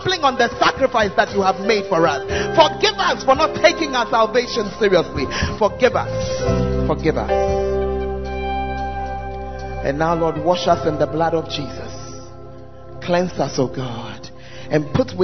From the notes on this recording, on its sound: Preached at First Love Center, Ayeduase (Charisma Service)